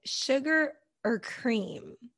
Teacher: we have the word or, and or will become er. · Term: reduced pronunciation